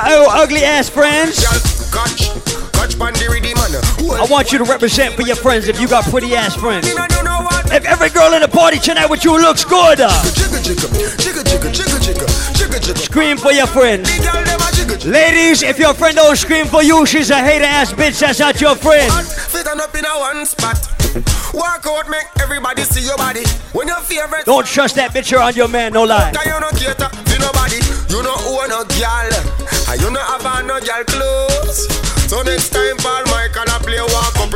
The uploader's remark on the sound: LIVE AT ISLAND SATURDAYS - DEC 12, 2K15